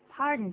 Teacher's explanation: Pardon 最简单，可是注意啊，声音要上扬。